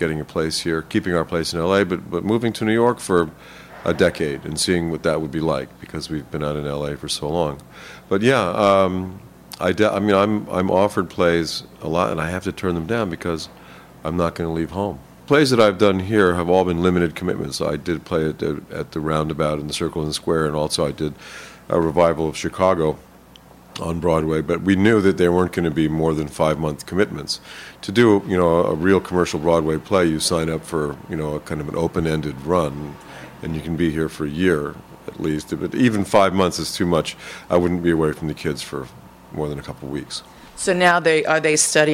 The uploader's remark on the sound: From the Tribeca Film Festival.